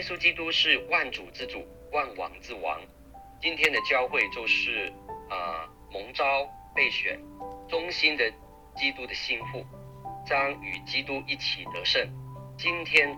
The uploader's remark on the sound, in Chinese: 近期錄音事工為配合疫情，錄音者全程皆配戴口罩。收音皆有些微影響。本週因應國定假日為電話錄製。